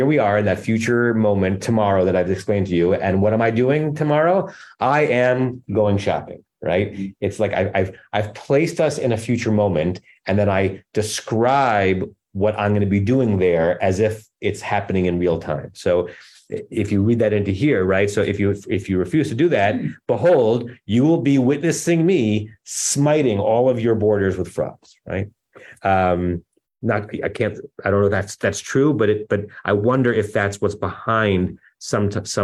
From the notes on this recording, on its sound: Temple Beth Am, Los Angeles.